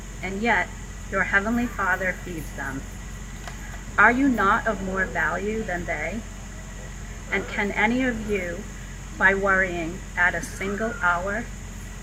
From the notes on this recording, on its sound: Recorded on Sunday, August 28, at a special outdoor service with a "Blessing of the Animals."